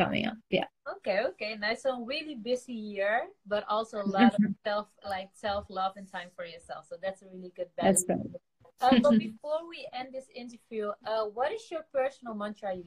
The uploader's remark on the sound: Instagram Live